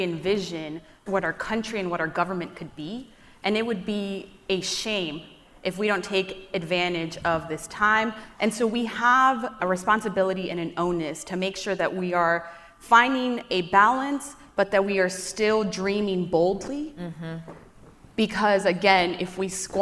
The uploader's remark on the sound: live from The Leadership Conference Education Fund's "We Are Democracy" conference